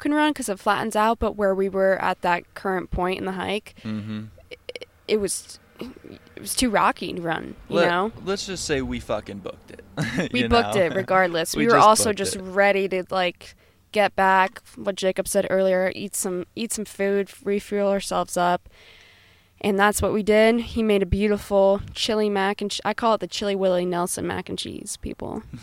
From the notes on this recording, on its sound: We record this outside of new Belgium brewing in Fort Collins right before we made the drive to Rock Springs, Wyoming.